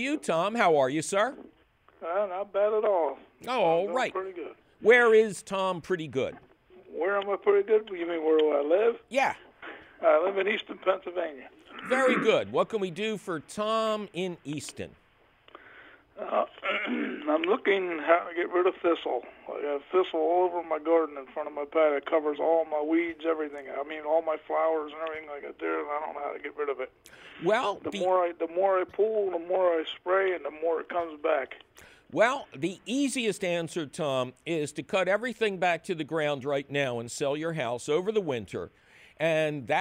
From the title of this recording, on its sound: a heaping helping of your phone calls